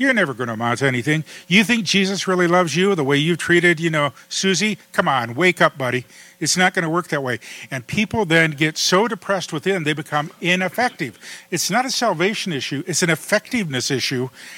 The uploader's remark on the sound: In front of a live audience in Madison, Wisconsin.